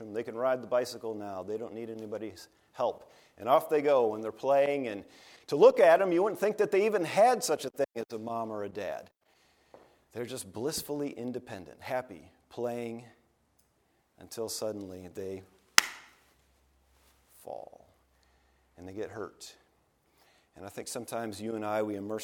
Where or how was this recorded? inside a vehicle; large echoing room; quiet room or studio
large echoing room